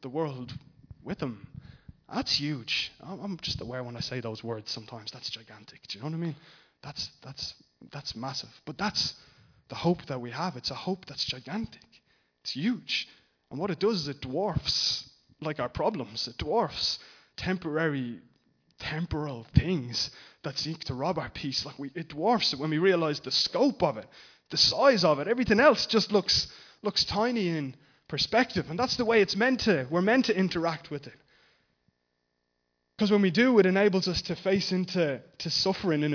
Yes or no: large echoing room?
yes